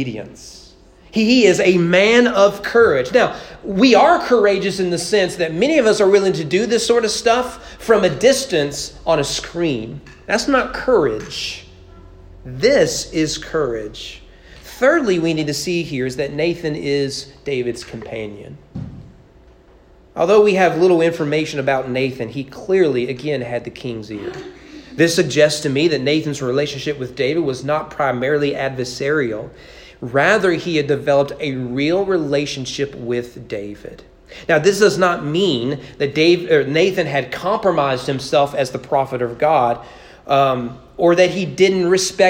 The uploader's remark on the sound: Preached at East Frankfort Baptist Church. During morning worship.